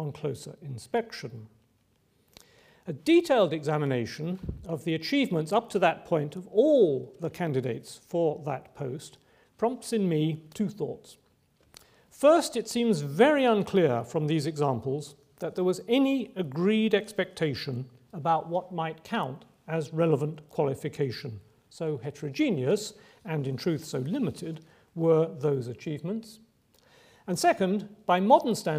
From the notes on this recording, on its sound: Recorded on Thursday 24 May 2012 at the University of Edinburgh's George Square Lecture Theatre.